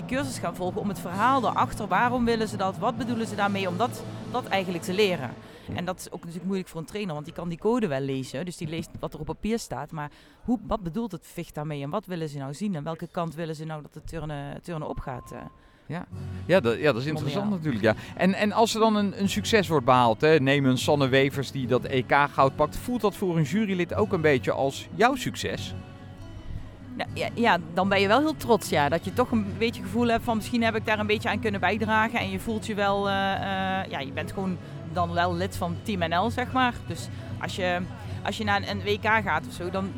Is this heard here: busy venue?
yes